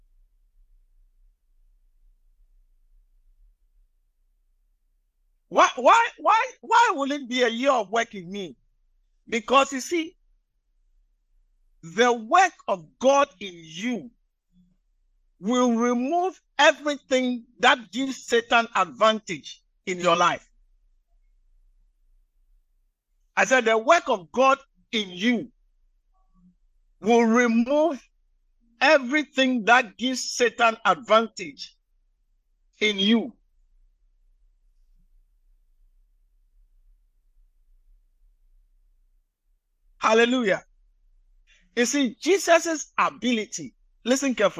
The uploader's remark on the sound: message preached at the Living Waters Cathedral